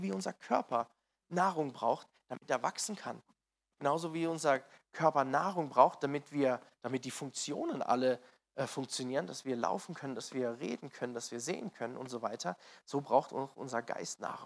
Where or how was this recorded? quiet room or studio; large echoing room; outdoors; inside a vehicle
large echoing room